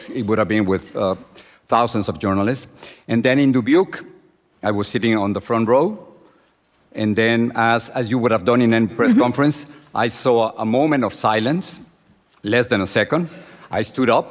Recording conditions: live audience